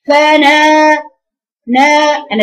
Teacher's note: فانا بخلي النون تنزل تحت وخلي المد يطلع فوق، يعني بخلي المد مفخم